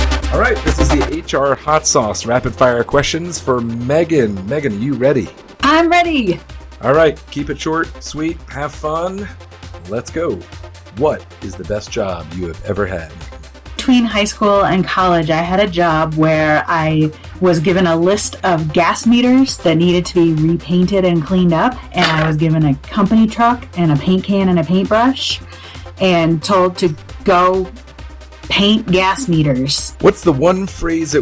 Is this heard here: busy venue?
no